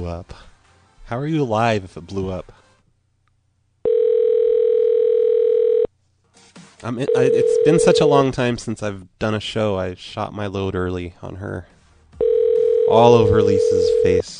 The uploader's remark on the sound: Personal Prank Phone Calls Collection